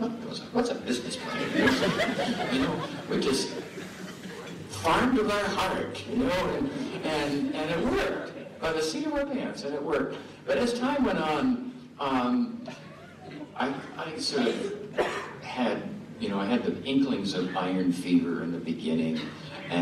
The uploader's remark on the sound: Keynote Address, 2015 Farmer-to-Farmer Conference, recorded 11/8/15 at Point Lookout, Northport, Maine